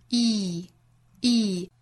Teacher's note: reveal 后面的音节是一个紧音长音的 e 的发音